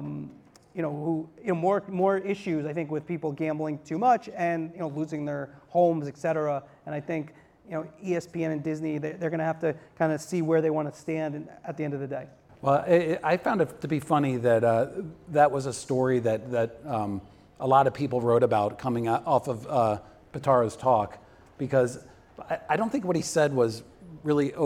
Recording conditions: live audience